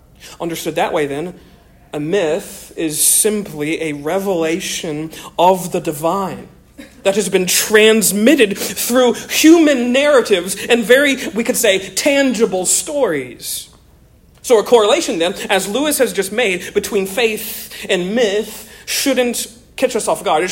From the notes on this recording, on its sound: Originally delivered on 27 October 2023 at the 2023 Here We Still Stand Conference in San Diego, California.